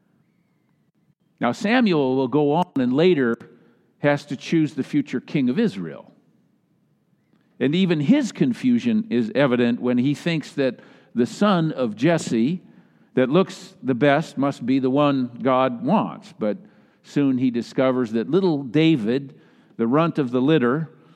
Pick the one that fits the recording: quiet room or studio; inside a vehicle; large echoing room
large echoing room